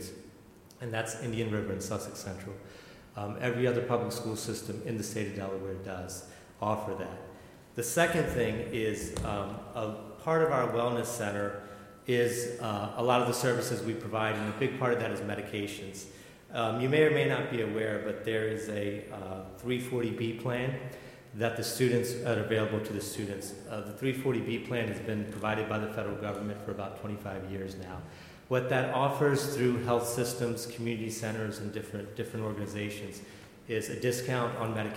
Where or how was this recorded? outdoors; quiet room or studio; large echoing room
large echoing room